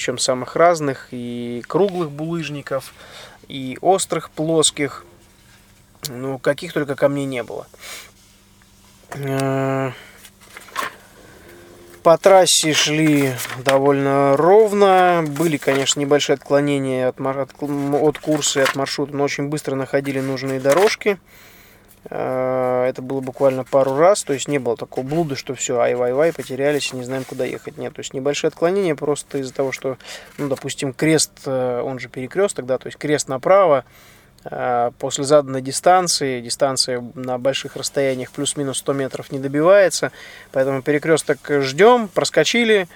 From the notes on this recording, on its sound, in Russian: Этот выпуск я записал на бивуаке посреди пустыни в Марокко, после финиша СУ4 ралли-марафона AFRICA ECO RACE 2016.